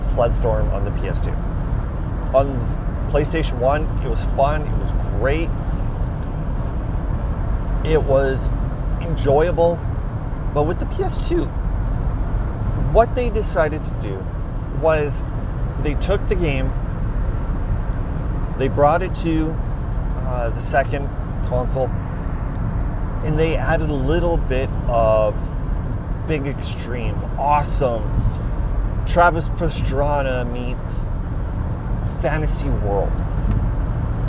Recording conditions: inside a vehicle